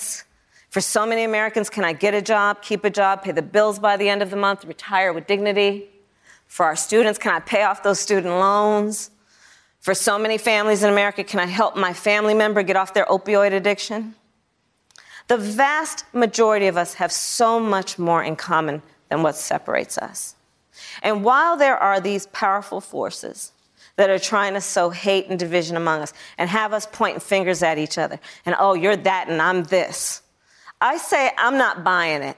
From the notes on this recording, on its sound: Answers questions from students and young New Hampshire Democrats during a live town hall. At Saint Anselm College in New Hampshire.